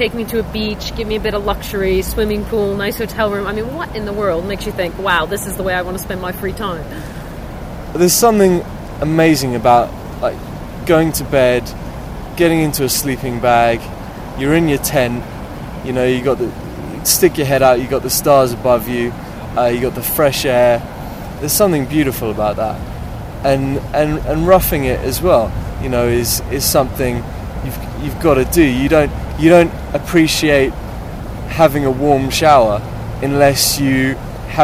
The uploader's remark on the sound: We recorded this at our wild camping spot, just outside of Sussex NB, thus the sound of the wind in the trees and other noises not found in a studio.